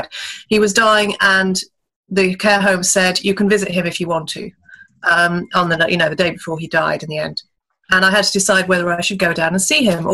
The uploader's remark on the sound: Recorded on Zoom at 1pm today.